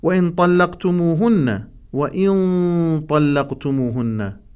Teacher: إخفاء النون عند الطاء وتفخيم الطاء وإطباقه يؤثر على الإخفاء